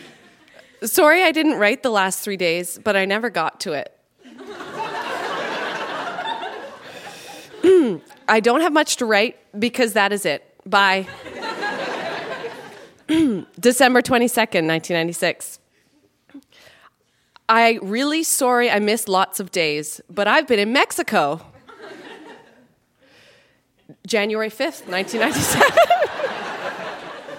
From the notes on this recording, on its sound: Recorded live at The Gladstone Theatre in Ottawa.